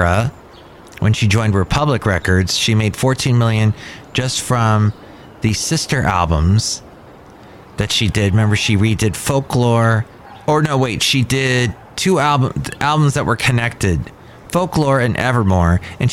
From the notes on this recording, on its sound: podcasts live from Cafe Anyway